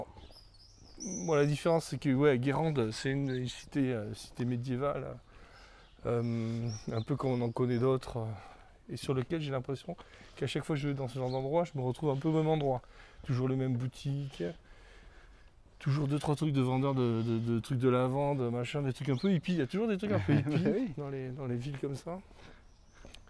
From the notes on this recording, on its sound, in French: L'enregistreur Zoom F2 pour un enregistrement en extérieur dans la petite ville bretonne de Piriac-sur-Mer. Nous expérimentons l'enregistreur Zoom F2 pour un enregistrement en extérieur dans la petite ville bretonne de Piriac-sur-Mer.